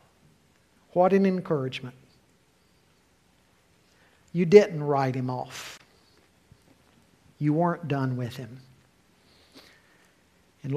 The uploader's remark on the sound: Full Service with Communion